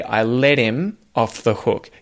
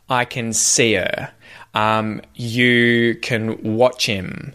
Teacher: the H at the start of the word him is disappearing. And we do this quite a bit when words like him or her are said really quickly in the middle of a sentence, we'll get rid of the H.